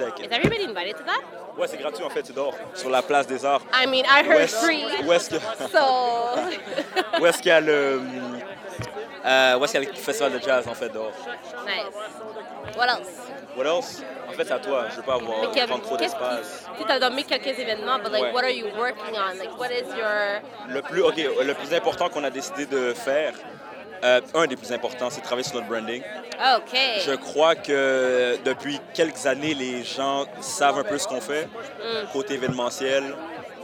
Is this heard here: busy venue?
yes